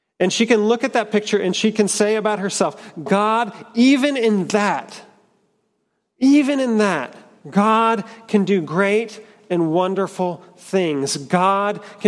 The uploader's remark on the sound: at Trinity Church, Puerto Rico.